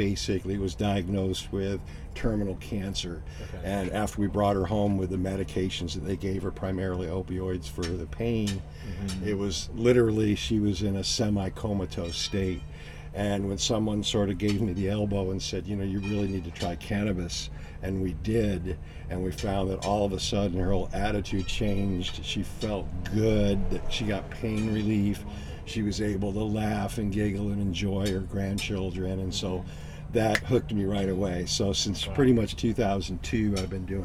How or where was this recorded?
busy venue